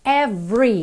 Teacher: Então, every, esse E do meio não é pronunciado